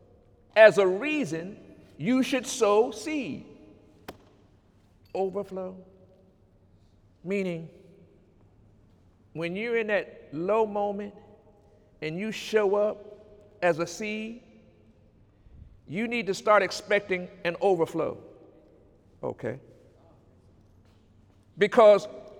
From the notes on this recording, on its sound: During Sunday morning service on November 4, 2018